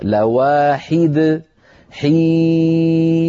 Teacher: فإن طولتها وتولد ياء كسرتك صحيحة، طولتها وتولد إمالة كسرتك غير صحيحة